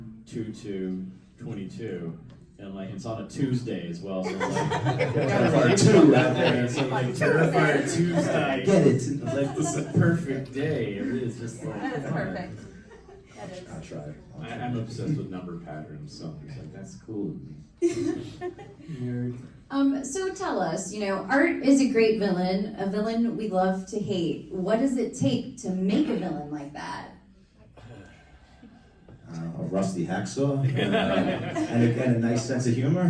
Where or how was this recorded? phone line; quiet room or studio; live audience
live audience